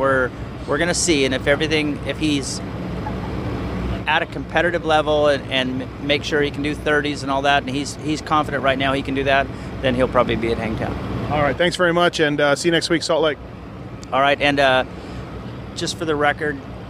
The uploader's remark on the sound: Seattle 2013 Post-Race Interviews.